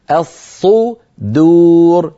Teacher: بتفخيم الصاد وترقيق الدال، ولا نقول الصدور ولا نفخم الدال حتى تصير شبه ضاد.